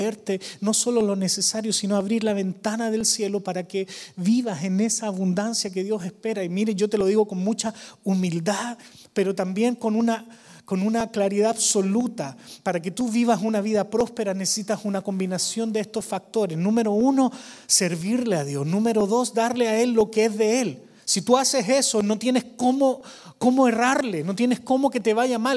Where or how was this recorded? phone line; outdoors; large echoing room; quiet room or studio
large echoing room